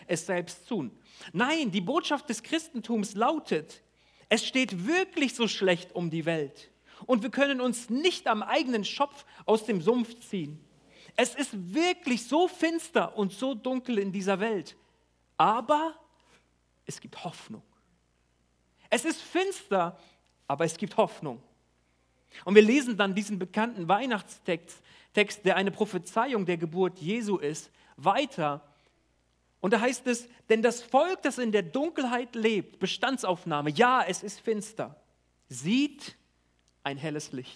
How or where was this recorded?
large echoing room